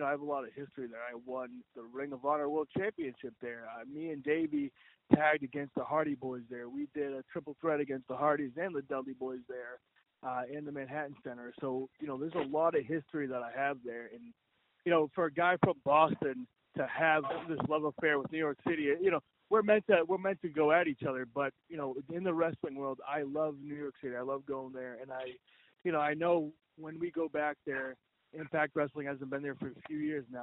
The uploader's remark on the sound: Media Teleconference Interview